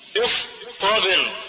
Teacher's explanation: حرف الطاء ده من حروف التفخيم والاستعلاء